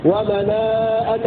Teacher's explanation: قرأ ابن كثير المكي لزيادة همزة بعد الألف في ومناءة الثالثة، ومناءة هكذا يقرأ ابن كثير فيصير مدا متصلا.